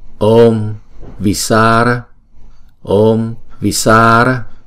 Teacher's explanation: chúng ta nhấn ở cái âm sa này, sa ra. Chữ này cũng giống hệt như vậy, Visara.